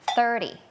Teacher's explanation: เป็นเสียงแบบ unvoicedคือออกมาแค่ลมเราเอาลิ้นเนี่ยมาวางตรงกลางระหว่างฟันบนกับฟันล่าง ฟันอย่างนี้เนาะแล้วก็ปล่อยลมออกมาเหมือนเราจะแบบเก็บที่หน้ามันจริงๆอ่ะพ่นลมใส่ไปเลยเดี๋ยวเราลองเอาไปใส่กับคำดูว่ามันจะออกมาเป็นยังไงอ่ะลองไปพร้อมกันเลยนะคะวอร์มก่อนวอร์มก่อน 3เห็นปะคือมันไม่ใช่ถอดธงมันไม่ใช่3อะไรนะคะ3 thanks thanks think I think about somethingอะไรก็ว่าไป I thinkไม่